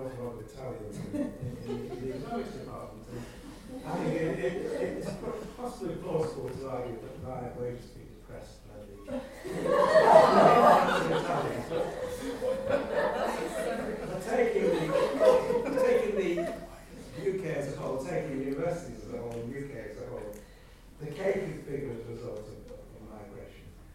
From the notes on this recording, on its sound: Audio recording of the EU referendum question time event, held at University of Surrey, hosted by the Centre for Research on the European Matrix (CRonEM).